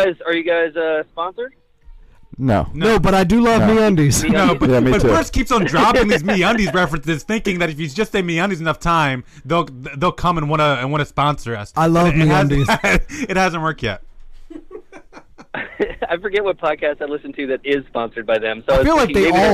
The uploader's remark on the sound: We open up the phone lines